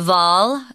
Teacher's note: it's pronounced with a V sound and not a W